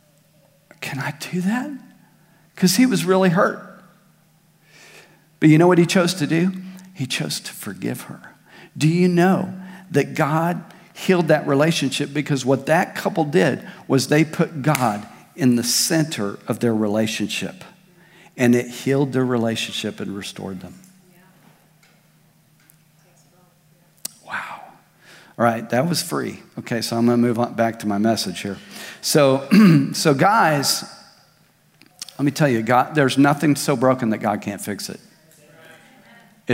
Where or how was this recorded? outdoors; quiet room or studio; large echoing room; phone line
large echoing room